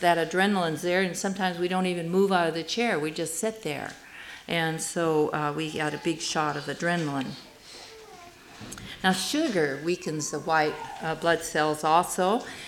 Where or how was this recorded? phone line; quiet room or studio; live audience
live audience